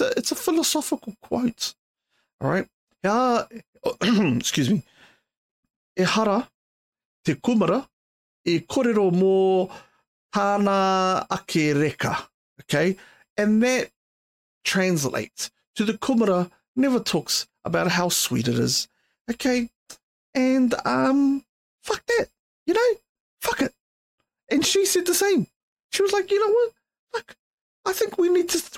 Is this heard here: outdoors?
no